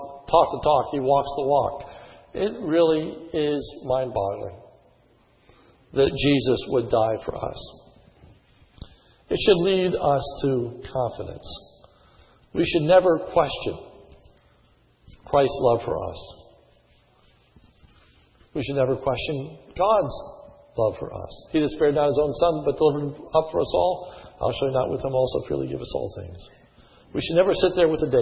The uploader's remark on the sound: sermon was recorded on 2/14/10 in the morning service